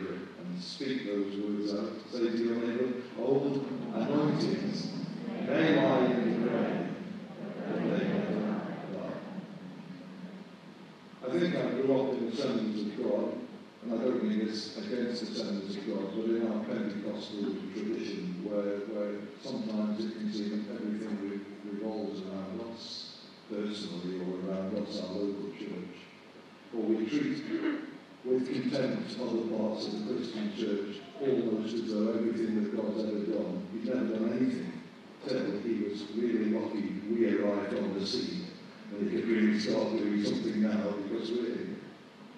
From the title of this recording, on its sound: poor recording quality